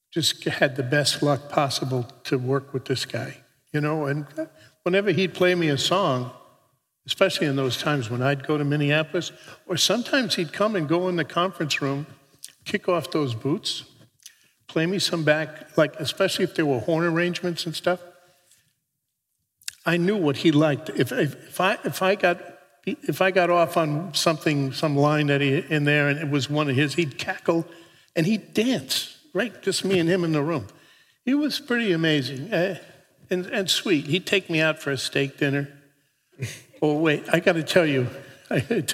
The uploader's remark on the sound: Recorded at the Guild of Music Supervisors 4th Annual 'State of Music in Media' Conference in Bovard Auditorium at USC on September 15th, 2018.